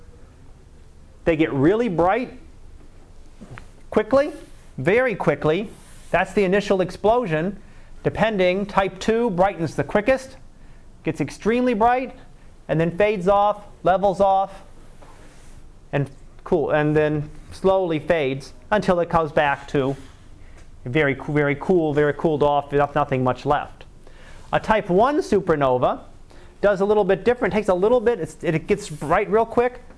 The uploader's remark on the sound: Live Class Lecture